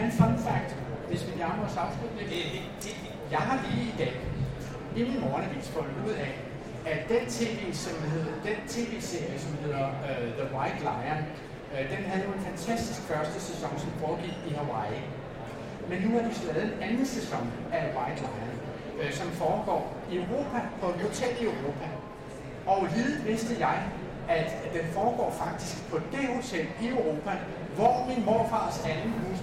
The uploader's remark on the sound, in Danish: Det her er optagelsen af vores live optræden. Midt i larmen og tumulten. Hør hele optagelsen af vores live optræden på Bellascenen på dette års Bogforum.